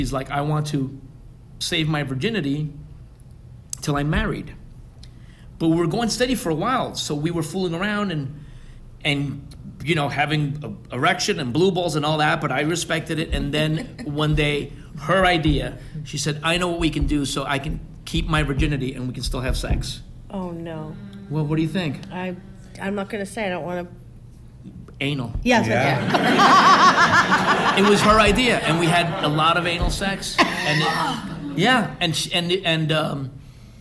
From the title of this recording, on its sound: Live in San Francisco!